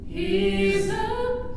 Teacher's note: Vocalize the S. He's the. It's a Z.